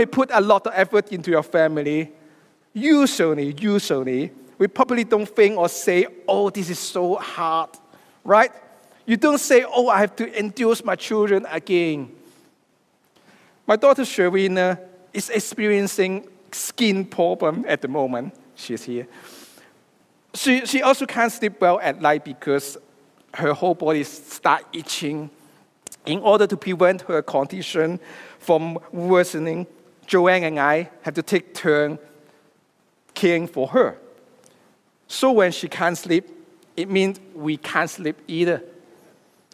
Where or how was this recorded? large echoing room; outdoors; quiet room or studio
large echoing room